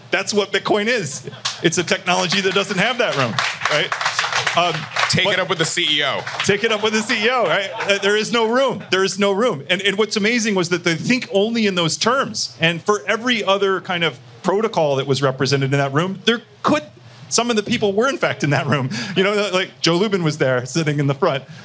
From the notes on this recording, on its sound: This interview was a live recording made at the Bitcoin 2023 Conference in Miami